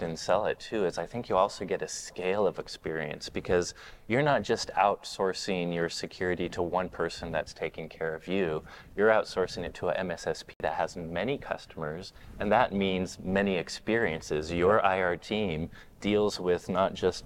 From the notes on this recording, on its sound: This week’s podcast comes from the WatchGuard Apogee partner conference for the Americas.